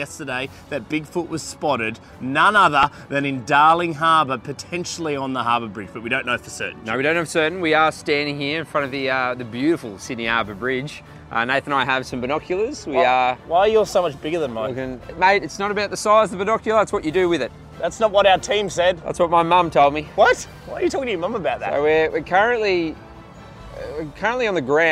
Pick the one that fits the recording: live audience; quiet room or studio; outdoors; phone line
outdoors